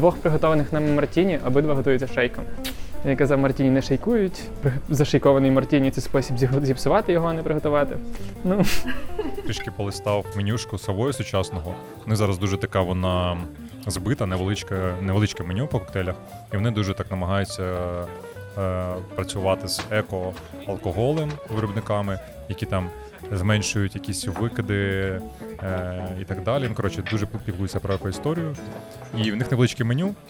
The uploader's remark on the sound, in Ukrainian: Одинадцятий епізод записали у Вінниці в дружньому барі «Полуночники».